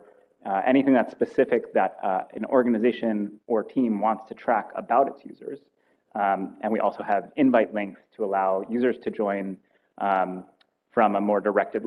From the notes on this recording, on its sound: Lighting talks registered during the State of the Map conference.